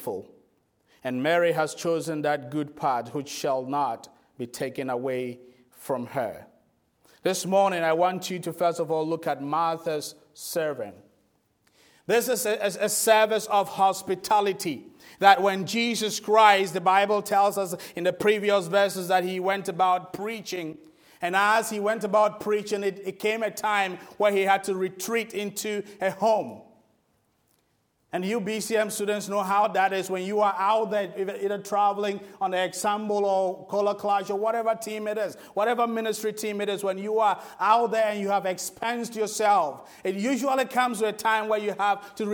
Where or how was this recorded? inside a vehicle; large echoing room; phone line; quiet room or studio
large echoing room